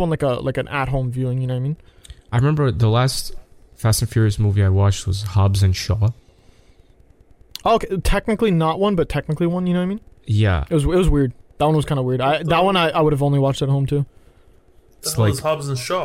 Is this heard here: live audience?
no